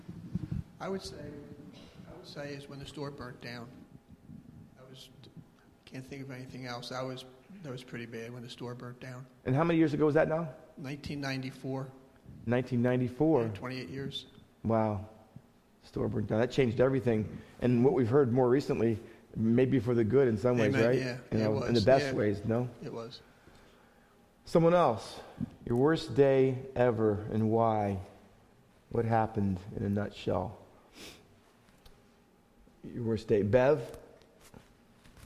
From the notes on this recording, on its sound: Faith Baptist Church in Hamilton, NJ.